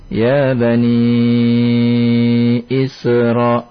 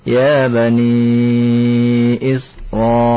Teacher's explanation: Tinggal ditahan huruf sinnya, Pak ya. Jangan dilepas seperti ya qalqalah jadi. · Shown in: second take